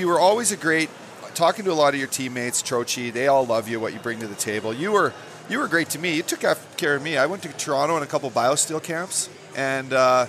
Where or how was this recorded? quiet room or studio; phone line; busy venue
busy venue